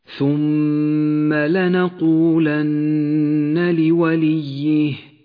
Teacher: الميم المشددة والنون المشددة كل منهما يغن بمقدار حركتين